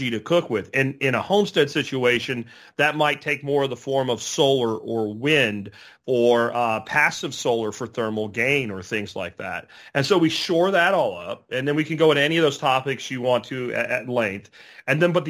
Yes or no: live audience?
no